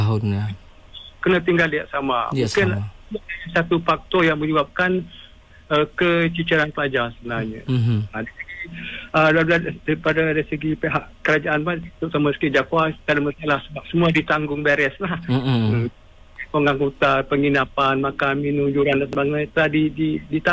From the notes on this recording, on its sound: temubual secara LIVE-CALL